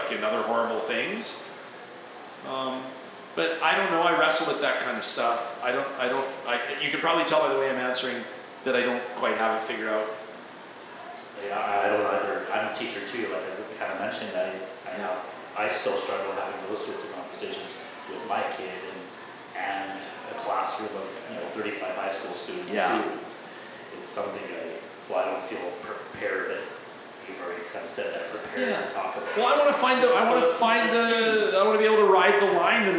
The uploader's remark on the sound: joined us LIVE at Arcadia Brewing